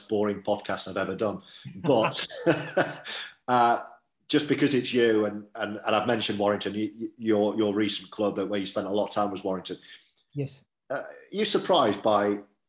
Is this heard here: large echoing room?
no